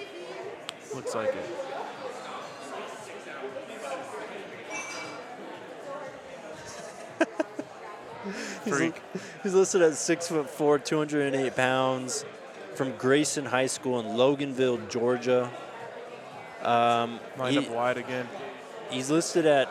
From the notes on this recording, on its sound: coming to you live from the Breck Farmhouse!